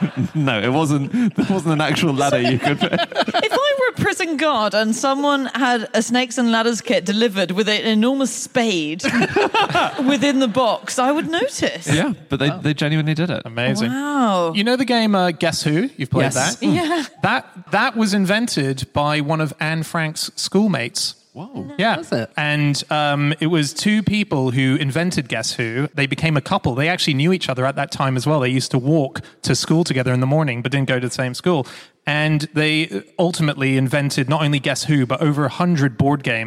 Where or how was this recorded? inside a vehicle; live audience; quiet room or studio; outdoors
live audience